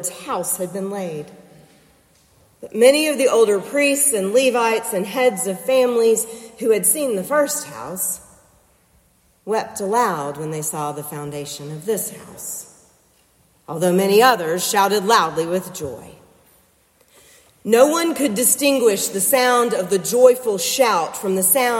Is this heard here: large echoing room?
yes